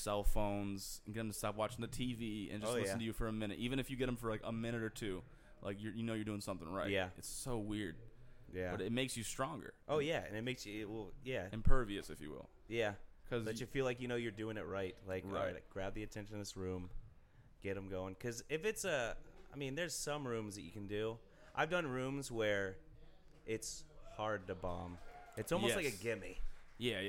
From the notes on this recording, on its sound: Mccurdys Open Mic Competition Round 2. Recorded during the second round of our seasonal Open Mic competition.